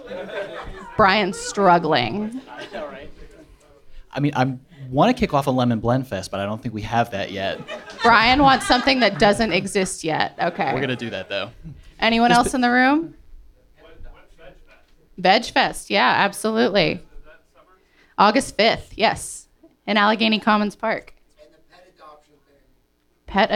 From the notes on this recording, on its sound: This week you’re joining us live from the Bottlerocket Social Hall in Allentown where we’re celebrating the best of summer music with the Pittsburgh Independent.